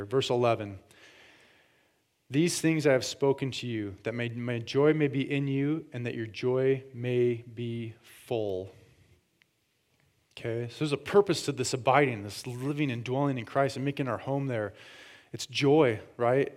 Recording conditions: large echoing room